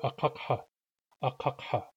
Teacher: The second syllable ends in a Q, the third syllable begins in a back H, and the Q is a full Q.